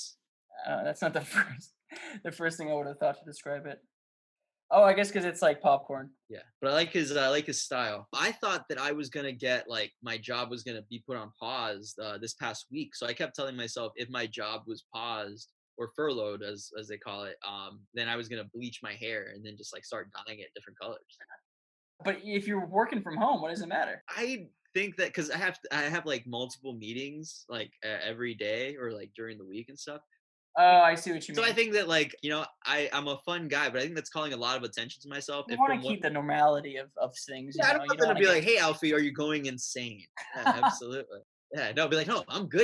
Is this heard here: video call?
yes